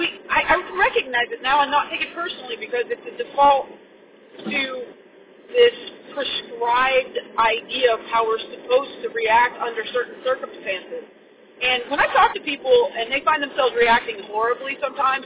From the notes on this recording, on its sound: Sorry about the car recording.